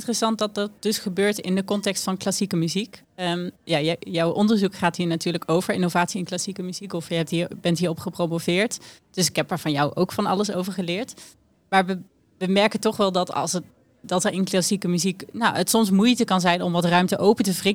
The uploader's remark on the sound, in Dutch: Brengen we verslag uit vanaf het September Me festival in Amersfoort. September Me is een muziekfestival voor ontdekkers en verdwalers waar innovatieve muziekpraktijken centraal staan.